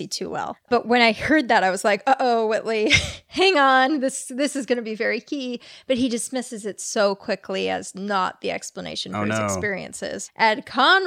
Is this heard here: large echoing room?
no